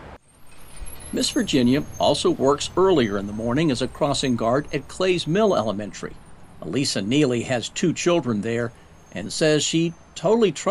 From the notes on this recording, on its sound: She stands in the middle of a school crosswalk on busy Clays Mill Road in Lexington. Blows her whistle to stop traffic in front of Clays Mill Elementary School.